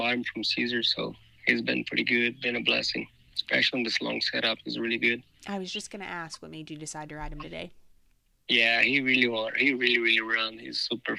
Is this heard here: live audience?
no